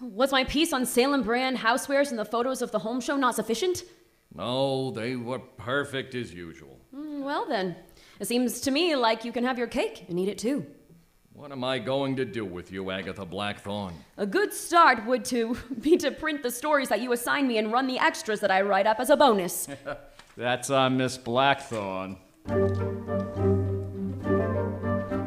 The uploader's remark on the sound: It was recorded live on September 13, 2022 at St Lawrence Arts in Portland Maine. Recorded Live at St Lawrence Arts in Portland, Maine.